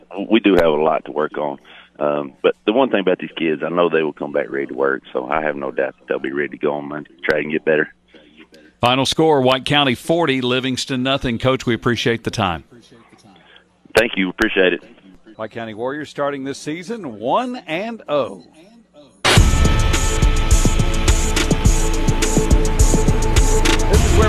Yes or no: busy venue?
yes